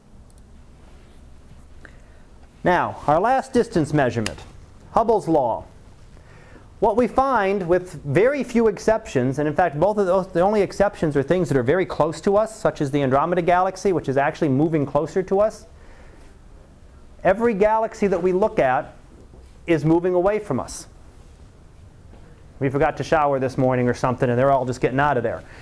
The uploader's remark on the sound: Live Class Lecture